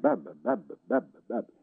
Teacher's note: English-speaking baby is starting to make its babble go tum-ti-tum. It's going bab-bab-bab-bab-bab-bab.